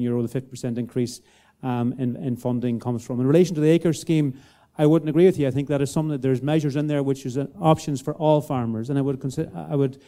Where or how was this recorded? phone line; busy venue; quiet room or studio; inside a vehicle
busy venue